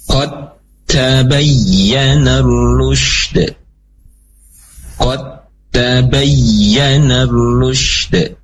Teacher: Maka huruf dal masuk ke dalam huruf yang kedua yaitu huruf ta ya. Tidak dibaca qada lagi.